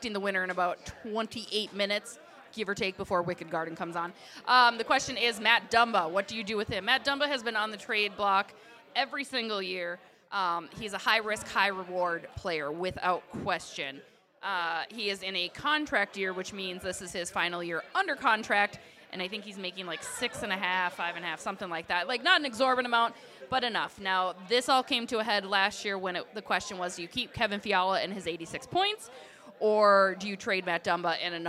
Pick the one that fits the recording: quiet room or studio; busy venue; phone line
busy venue